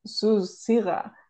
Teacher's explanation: If you go to the Eastern, it's susira with an E and that glottal R.